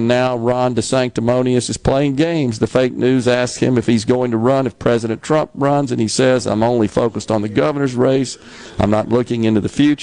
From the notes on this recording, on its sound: LIVE from The Mississippi Armed Forces Museum at Camp Shelby